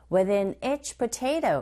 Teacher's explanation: 각각의 단어에 강세를 주고, within은 제외하고